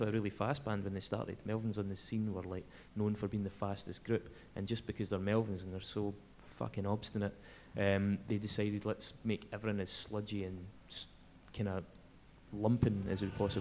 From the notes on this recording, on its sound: We recorded this live at The Flying Duck in Glasgow and a great time was had by all. There were laughs.